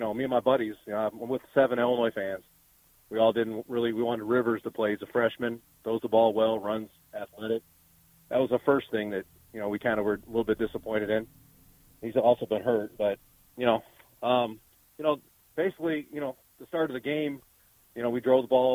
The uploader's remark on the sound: Recorded from the studios and the Done Right Satellite "Hassle Palace." Phone call.